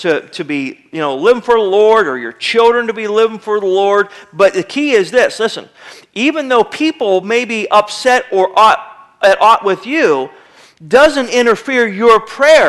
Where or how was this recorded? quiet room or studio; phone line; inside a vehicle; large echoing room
large echoing room